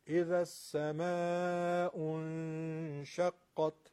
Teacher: نون هم به شین رسیده، اخفا میشه